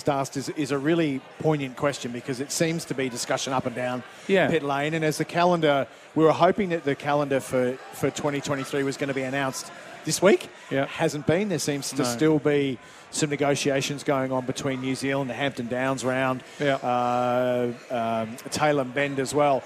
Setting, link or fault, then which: setting, busy venue